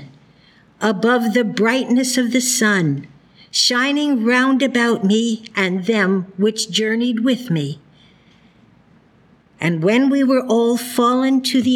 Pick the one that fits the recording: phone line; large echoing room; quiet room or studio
large echoing room